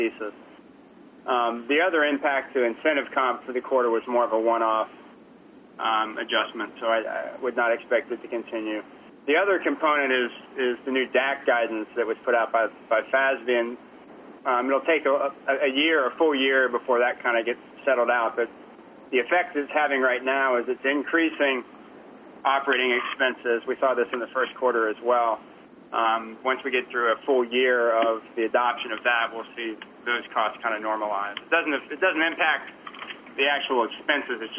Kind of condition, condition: link, phone line